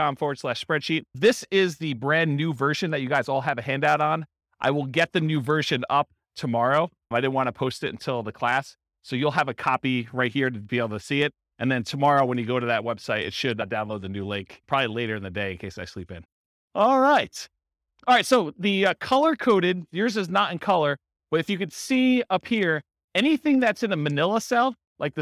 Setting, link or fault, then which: setting, live audience